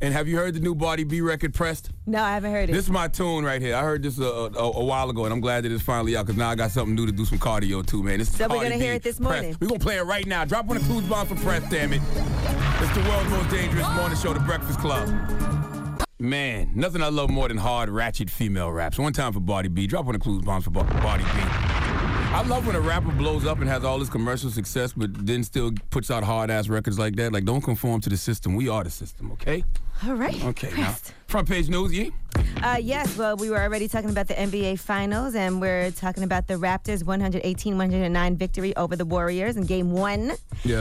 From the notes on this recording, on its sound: we opened up the phone lines